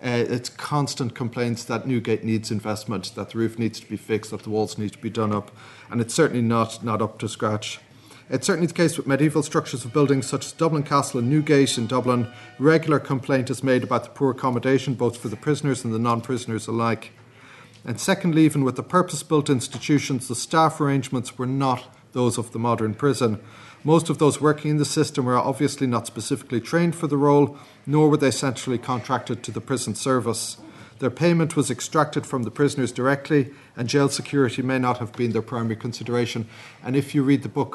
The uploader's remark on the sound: at the 2022 Tudor and Stuart Ireland Conference